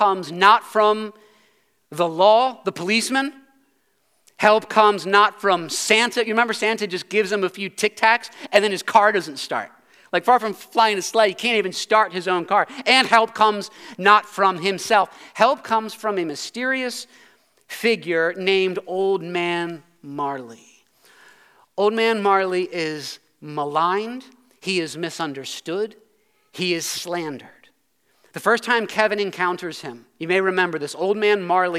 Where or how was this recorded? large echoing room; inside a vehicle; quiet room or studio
large echoing room